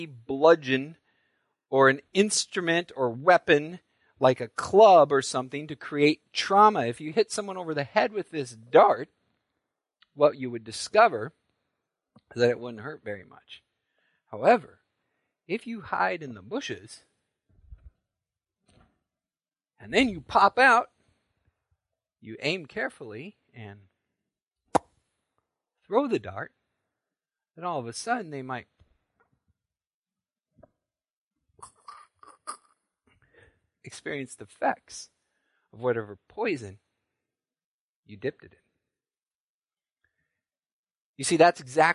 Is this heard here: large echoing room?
yes